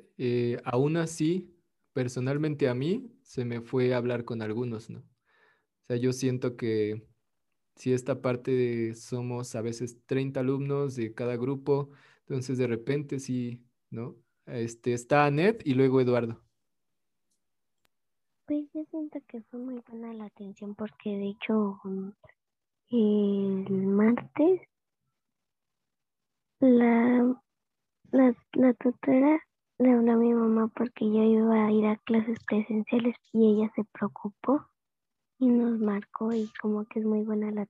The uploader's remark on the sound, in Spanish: Grupos Zoom de 1°ABCyD. Escuela Miravalles, Iztapalapa, CDMX.